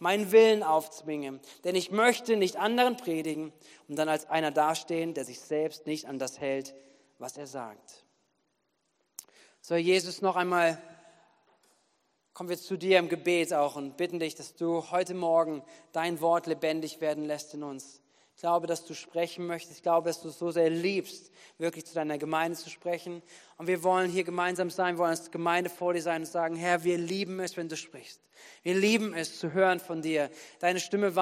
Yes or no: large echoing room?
yes